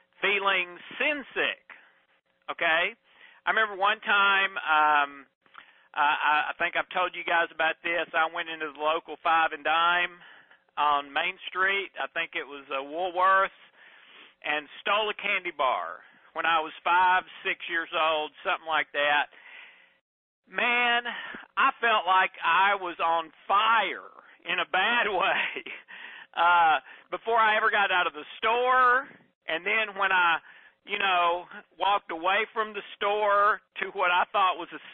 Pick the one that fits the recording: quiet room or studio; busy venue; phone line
phone line